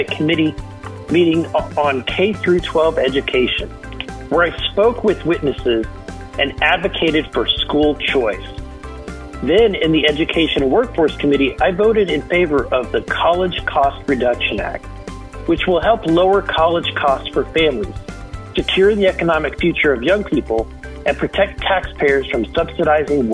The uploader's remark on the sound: called in from Washington DC